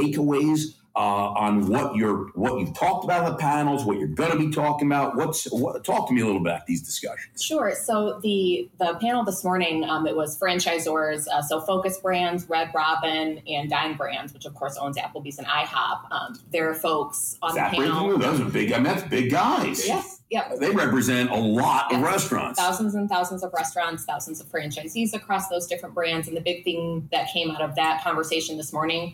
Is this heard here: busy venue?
yes